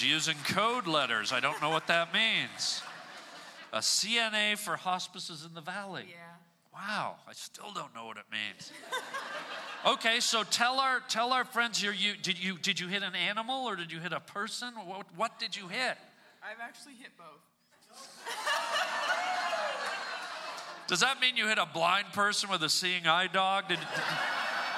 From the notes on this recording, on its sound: SPECIAL podcast recorded LIVE at ATC Podcast FESTIVAL! In front of a live audience. Crowd interaction and a great comedy guest!